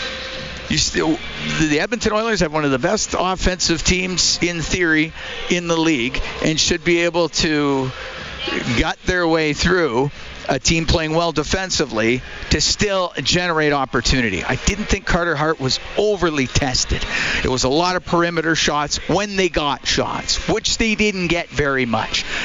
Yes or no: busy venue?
yes